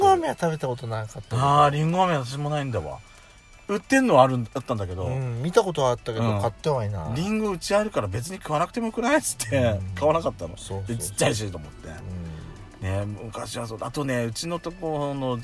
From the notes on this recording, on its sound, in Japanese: パーキング収録